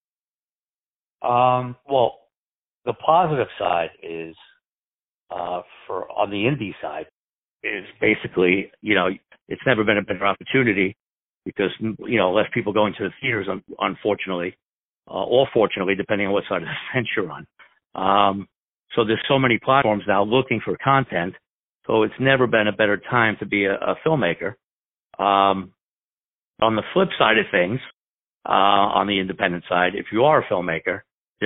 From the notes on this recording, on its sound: On the phone